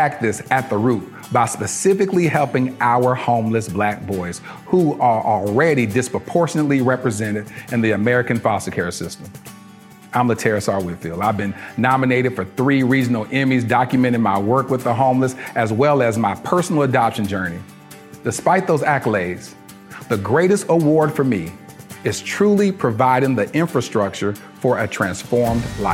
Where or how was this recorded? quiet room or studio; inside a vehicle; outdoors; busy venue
busy venue